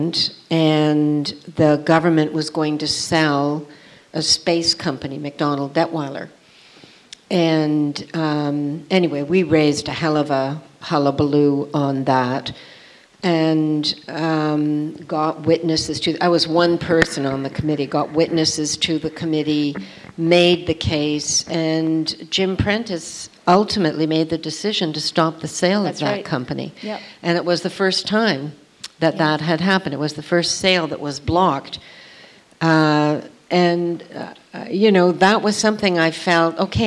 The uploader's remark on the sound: In a candid discussion recorded in front of a live audience at The Royal Cinema in Toronto.